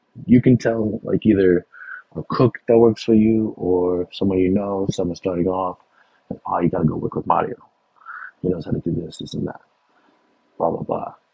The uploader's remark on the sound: Recorded using Riverside. Recorded using Riverside.FM - The best solution I have found for recording my podcast.